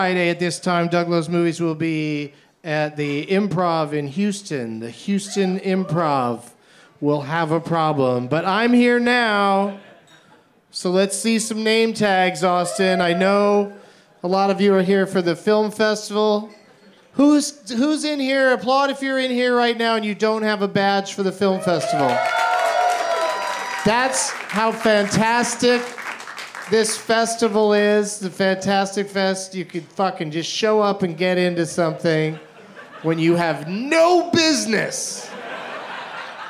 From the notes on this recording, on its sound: Live from Fantastic Fest in Austin